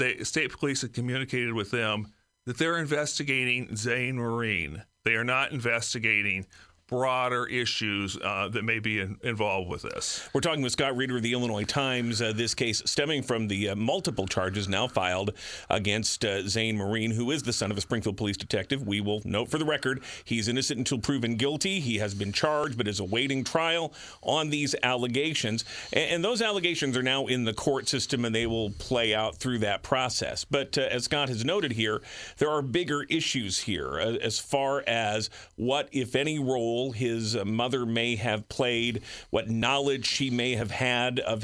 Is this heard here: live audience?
no